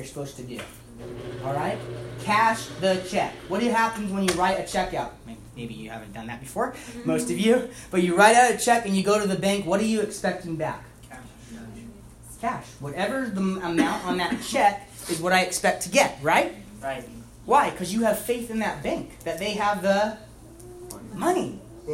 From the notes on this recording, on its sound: About half of Youth Service in Seattle Recording